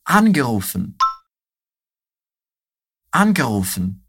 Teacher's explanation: Então, na nossa regrinha, olha só. Quando nós temos um verbo separável, né? Seja no Partizip 2, ou seja no infinitivo, a tônica, né, desse verbo vai ser sempre na partícula. · Term: sílaba tônica